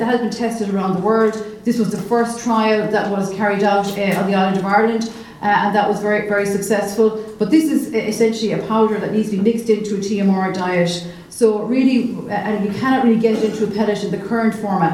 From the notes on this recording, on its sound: A recording of the Teagasc National Beef Conference panel discussion. Which took place on the 13th December in the Shearwater hotel, Ballinasloe.